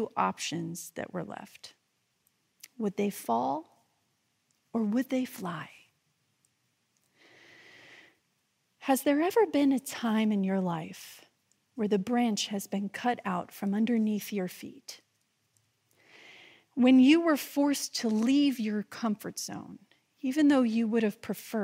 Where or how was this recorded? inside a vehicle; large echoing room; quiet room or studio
large echoing room